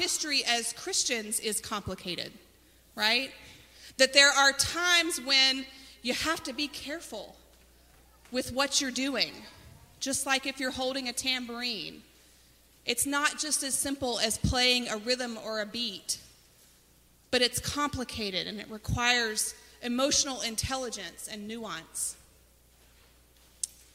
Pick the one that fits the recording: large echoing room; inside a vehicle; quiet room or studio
large echoing room